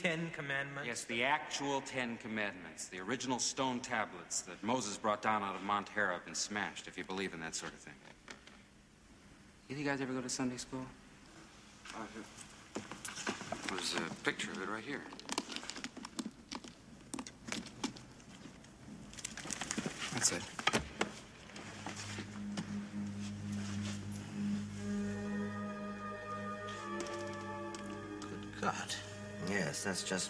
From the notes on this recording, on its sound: Sermon recorded live on the 13th August 2023 at Morley Baptist Church.